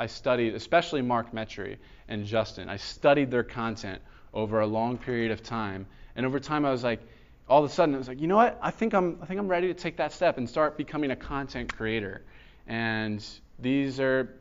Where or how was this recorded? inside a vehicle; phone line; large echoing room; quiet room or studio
large echoing room